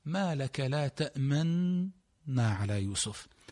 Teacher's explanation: قال أن أذهب إلى حرف النون ثم أضم شفتي وكأني أنطق بالضم ولكني لا أنطق به، فأقول ما لك لا تأمنا على يوسف. حركة الضم في الشفتين فقط من دون صوت · Term: الإشمام